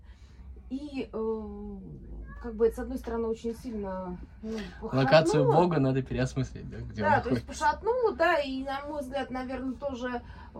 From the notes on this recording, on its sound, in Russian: Просим прощения за звуки улицы, которые врываются в наш подкаст.